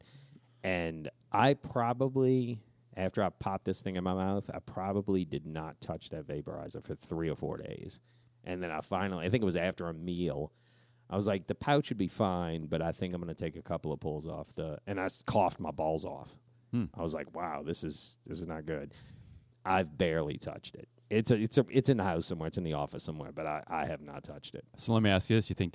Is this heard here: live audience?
no